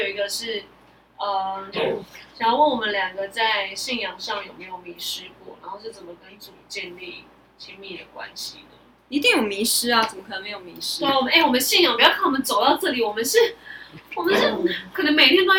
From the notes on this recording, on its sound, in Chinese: 本集收音有狀況，收聽時有空曠環境感是正常的喔